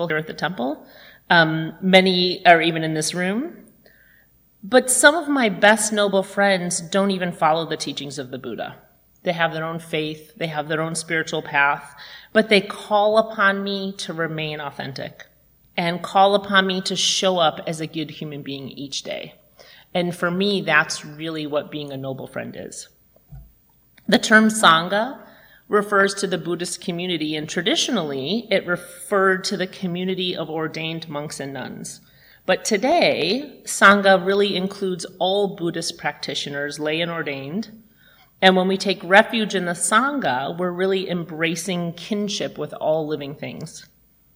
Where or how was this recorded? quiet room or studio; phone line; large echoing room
large echoing room